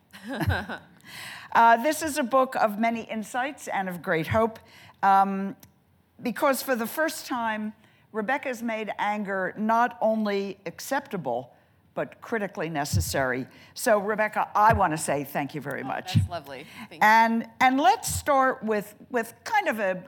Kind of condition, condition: setting, live audience